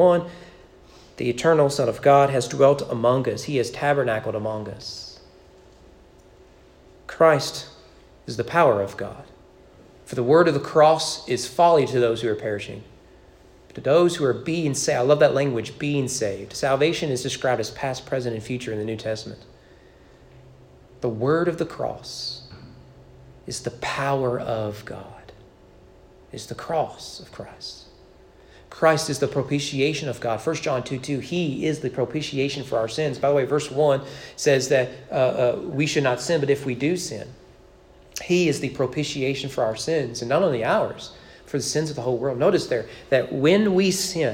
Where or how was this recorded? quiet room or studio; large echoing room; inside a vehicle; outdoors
large echoing room